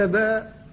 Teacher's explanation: فإذا الباء خرجت من بين الشفتين مفتوحة، والألف جاءت وراءها فكانت مدا لها فلحقت بها · Term: المد